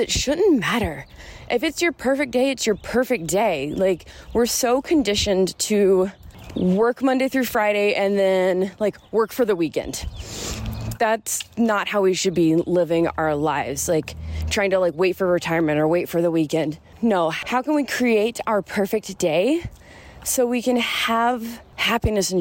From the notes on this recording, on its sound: I was taking a walk around my neighborhood before it gets too hot here in AZ while recording this, so enjoy the background birds and my breathlessness.